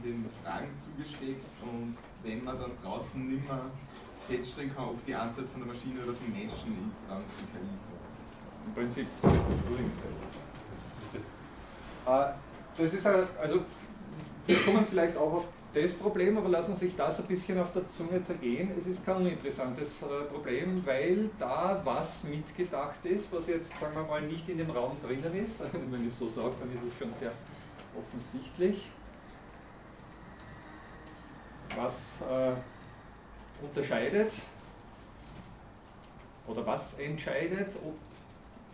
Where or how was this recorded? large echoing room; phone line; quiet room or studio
large echoing room